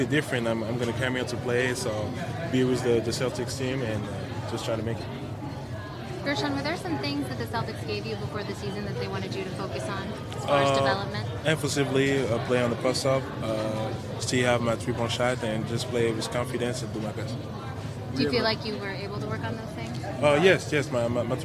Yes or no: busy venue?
yes